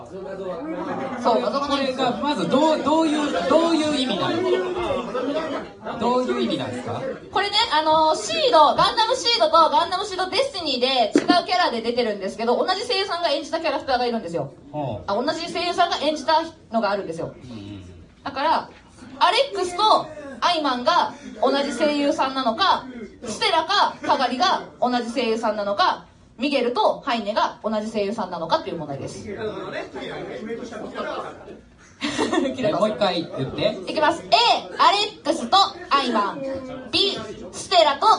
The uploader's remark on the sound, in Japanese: In 特ロボ祭SF16。初の公開生収録！！会場：京都祇園アニソン＋ボカロCafe＆Barスワロウテイル。